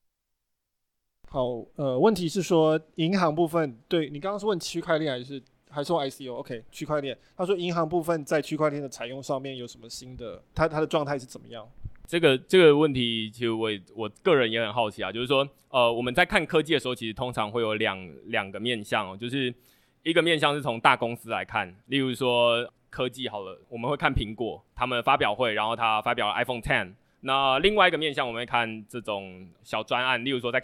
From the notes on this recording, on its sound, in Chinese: 這次的內容是第二場島民小聚的錄音。接著是現場問答。